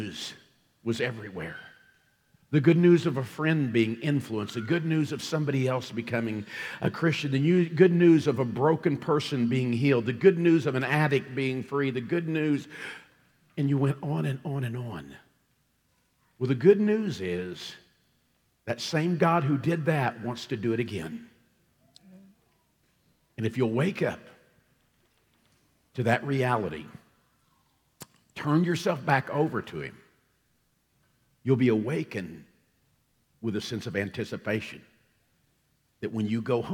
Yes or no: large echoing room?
yes